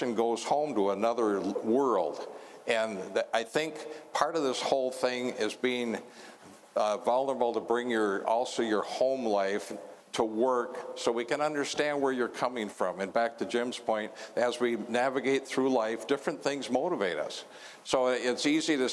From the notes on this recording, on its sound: Live at IUPAT - Part 1. I was joined by six senior leaders in the finishing trades for a lively 90 minute conversation.